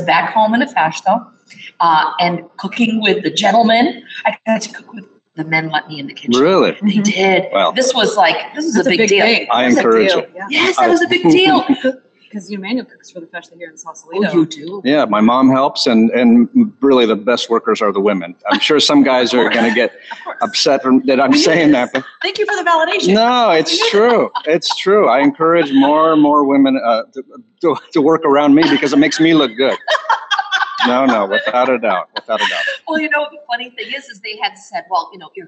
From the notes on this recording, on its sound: Live from Tasca Tasca in Sonoma, CA. They’re sitting at an authentic Portuguese table with tremoços and wine.